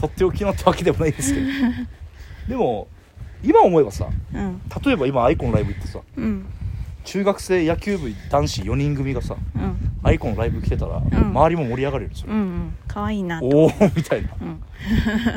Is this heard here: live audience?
no